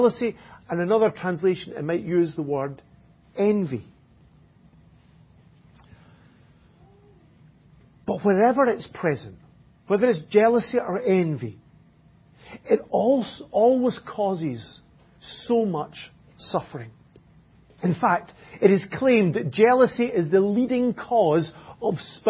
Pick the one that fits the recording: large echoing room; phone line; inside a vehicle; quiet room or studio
large echoing room